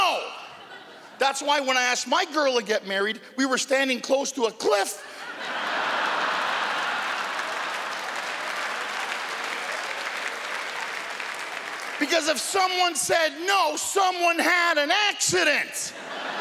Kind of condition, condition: setting, live audience